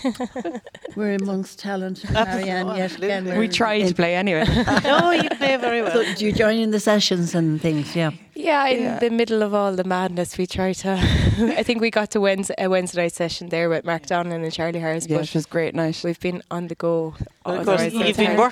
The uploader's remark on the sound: Live from the Community Hall Feakle as part of the 36th Feakle trad Festival as part of Saturday Chronicle.